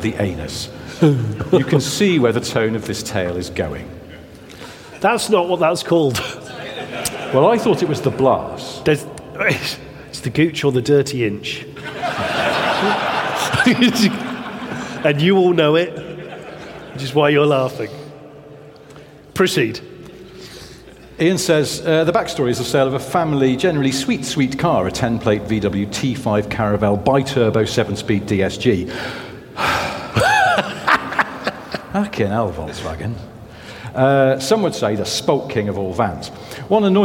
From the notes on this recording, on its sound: Live from Bicester Heritage. In front of a live audience in a massive hangar at Bicester Heritage. Huge thanks to The Little Car Company for hosting this live recording.